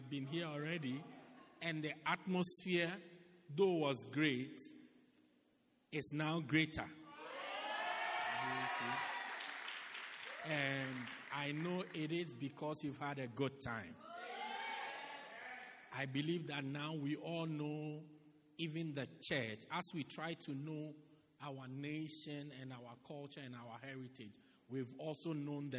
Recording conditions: large echoing room